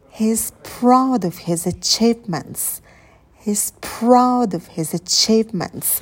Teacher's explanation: А ударные слова — это proud, achievements. Остальные все слова неударные.